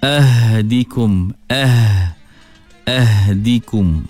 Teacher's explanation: Huruf ha adalah antara huruf yang paling lemah. Dan lemahnya ha itu kerana ha memiliki satu sifat yang bernama khafa.